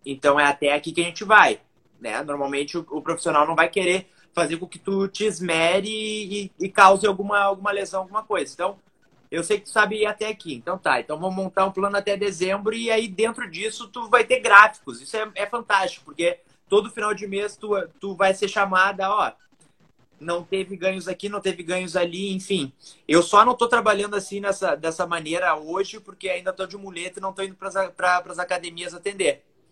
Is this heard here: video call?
yes